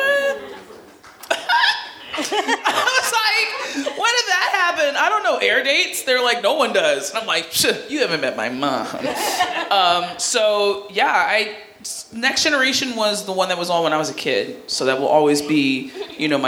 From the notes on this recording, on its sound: Recorded live at Respect: Women’s Podcast Festival in Philadelphia, PA.